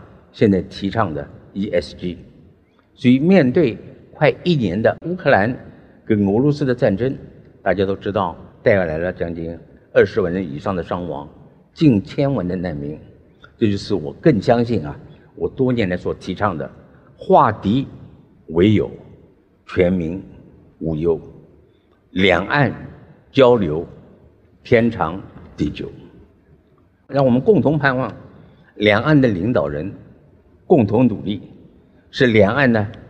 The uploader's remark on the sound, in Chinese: 本集節目取自【2023突破者知識跨年饗宴】現場錄音